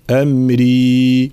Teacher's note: فمثلا لا نقول وما فعلته عن أمري أمري، لا هنا الراء ليس فيها غنة وكذلك المد